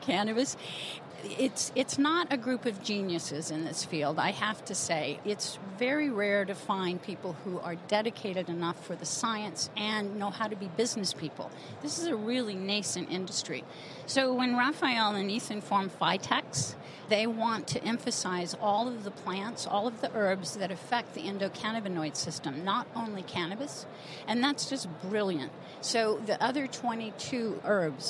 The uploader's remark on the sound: From the floors of the A4M Conference in Las Vegas